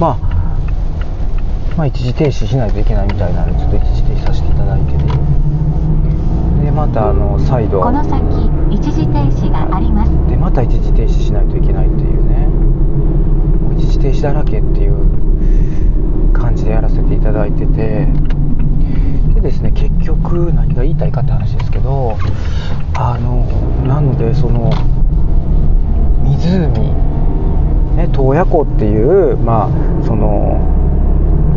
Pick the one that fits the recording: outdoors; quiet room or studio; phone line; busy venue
outdoors